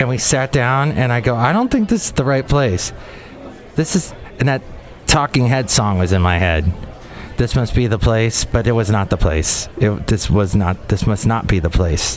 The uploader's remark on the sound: podcasts live from Café Anyway